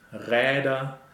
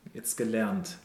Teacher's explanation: The A umlaut is opened, Räder. Yeah. Gelernt is, this is a bit more closed.